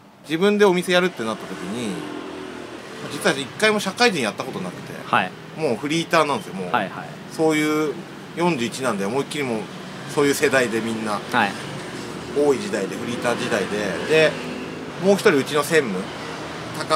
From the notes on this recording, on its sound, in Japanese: 今回は、美味しい蕎麦とお酒が頂けるお店「椿」のテラス席での収録でした。風が気持ち良い。